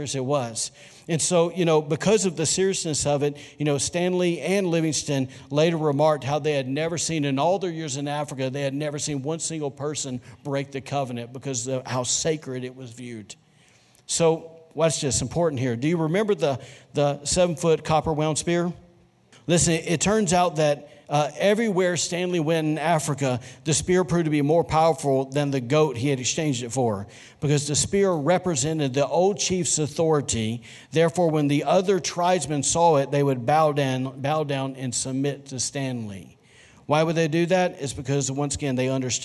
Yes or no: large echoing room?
yes